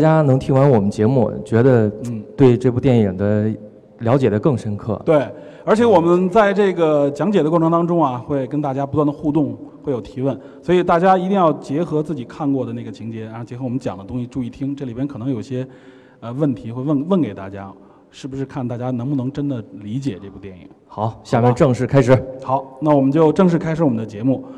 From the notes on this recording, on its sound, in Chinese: 前段时间我们非常荣幸的受到中国科技馆的邀请，在科技馆的四层航天科技展区现场做了一期现场讲解版的电影真探节目。主要面向全国各地的中小学生及老师和家长，做一次包含互动的现场电影真探秀。这次是第一次对这几百人的大中小观众边聊边互动。